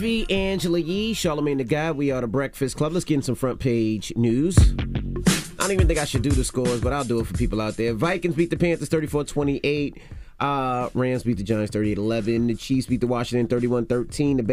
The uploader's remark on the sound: they opened up the phone lines